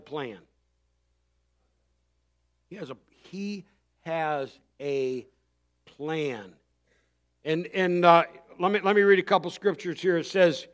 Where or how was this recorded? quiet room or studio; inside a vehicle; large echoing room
large echoing room